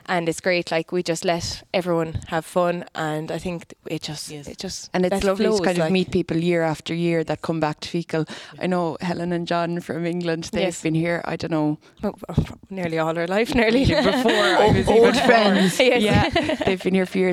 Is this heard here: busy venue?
yes